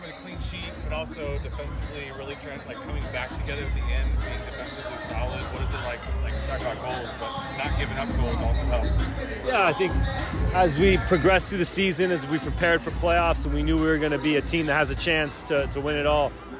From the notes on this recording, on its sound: Always Loyal in Las Vegas. Sounds and reaction from the final regular season match in club history.